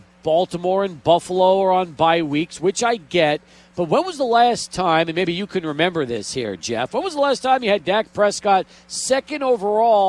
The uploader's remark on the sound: Live at The District Pub & Kitchen.